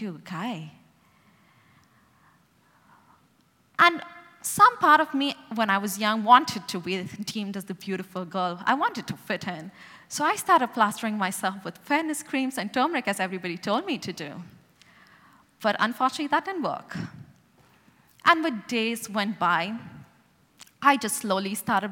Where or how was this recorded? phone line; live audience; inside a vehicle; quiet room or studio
live audience